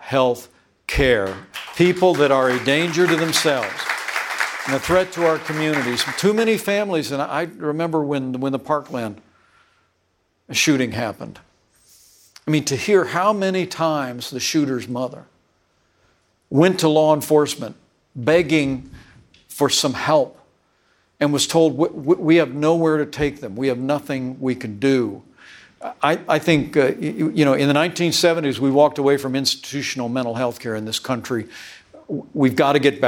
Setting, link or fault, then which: setting, live audience